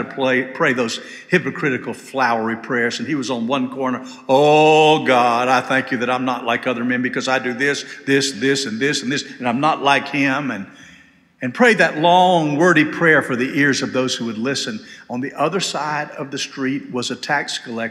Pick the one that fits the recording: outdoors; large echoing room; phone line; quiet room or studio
large echoing room